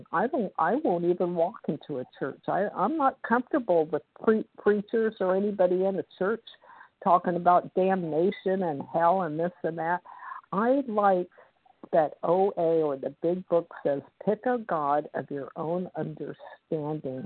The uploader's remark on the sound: the 100 Pounders Phone Meeting, 10/8/23